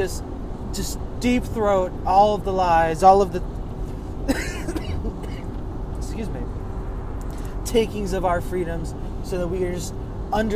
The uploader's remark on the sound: I scream from my car.